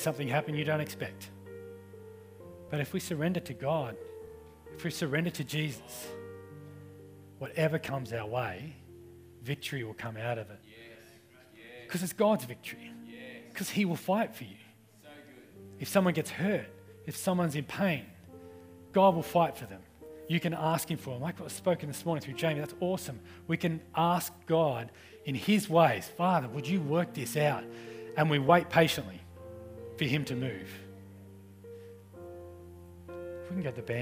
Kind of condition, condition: setting, large echoing room